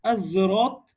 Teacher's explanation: الصاد المشمة رائحة الزاي